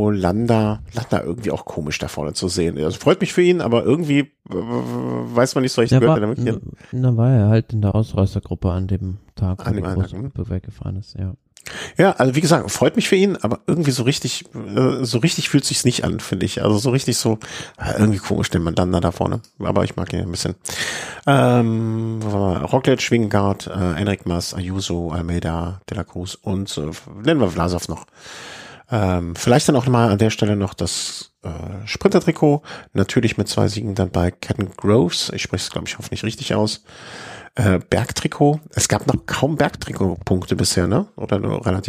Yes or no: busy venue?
no